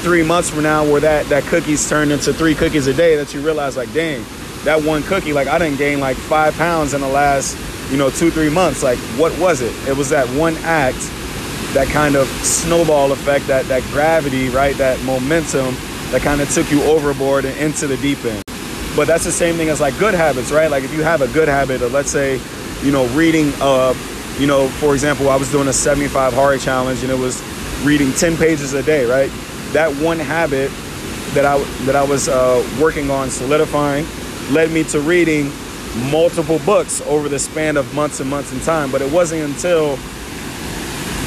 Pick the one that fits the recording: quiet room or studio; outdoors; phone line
outdoors